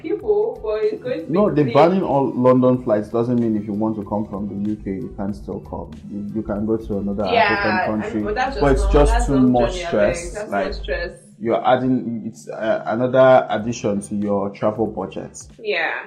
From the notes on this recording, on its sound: We humbly apologize for the audio of this episode as we know it's not what it's meant to be, we had a LOT of technical difficulties but we just had to push through.